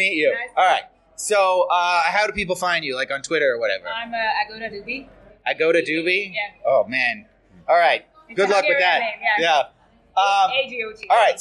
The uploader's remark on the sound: report live from Vibecamp!